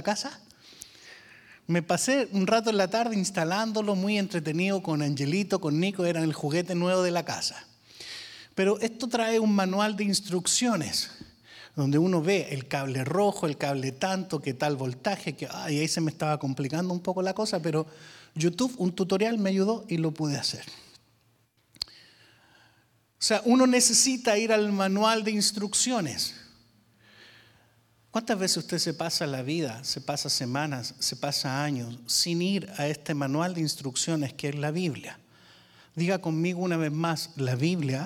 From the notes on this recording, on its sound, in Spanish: Grabado EN VIVO - En iglesia VMF en la ciudad de Arlington, Texas.